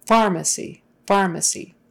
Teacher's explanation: The stress has to be on the far.